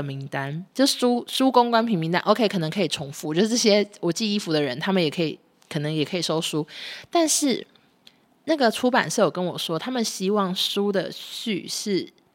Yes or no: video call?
no